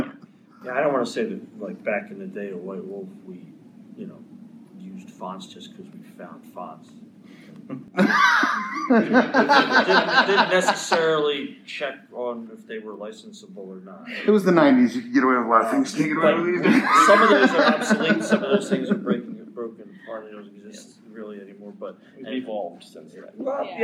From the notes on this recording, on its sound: Gen Con Panel. The sound quality for the panel isn't amazing, as it's recorded in a panel room.